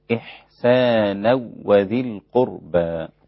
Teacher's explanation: لم يدغم مع الغنة بل أدغم بلا غنة